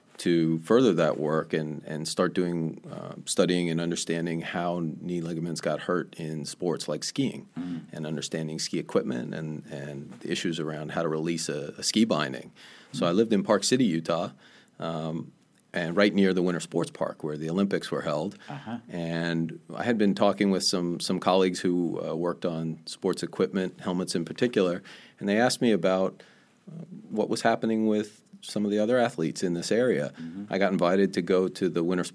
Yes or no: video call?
no